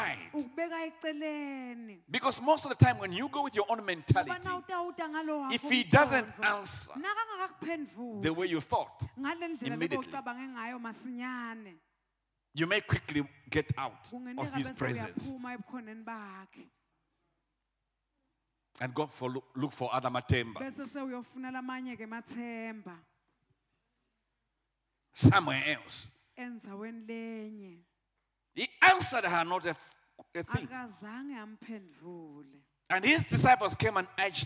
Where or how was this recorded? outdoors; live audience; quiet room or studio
live audience